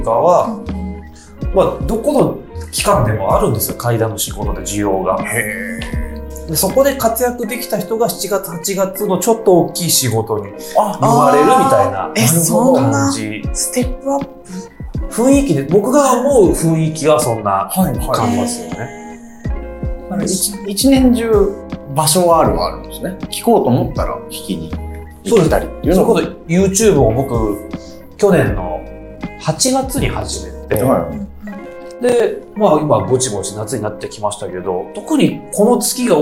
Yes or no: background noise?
yes